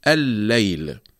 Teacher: أدغمنا اللام الأولى في اللام الثانية وشددنا اللام الثانية فأصبحت الليل · Term: إدغام المتماثلين